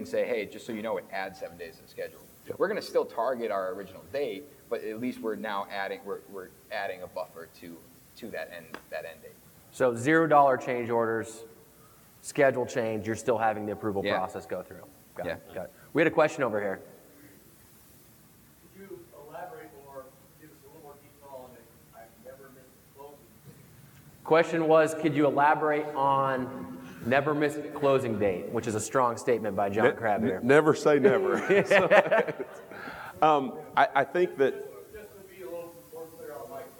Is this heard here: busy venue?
yes